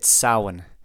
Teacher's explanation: it turns that M, sometimes it turns it into a V, sometimes more of a W sound